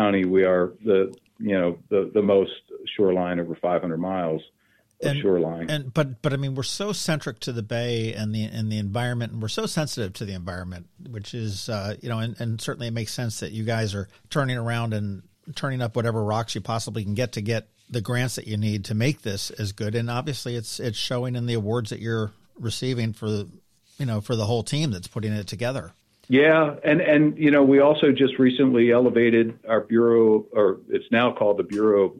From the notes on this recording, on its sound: We hopped on the phone